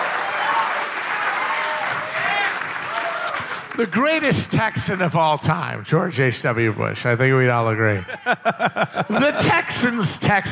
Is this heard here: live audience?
yes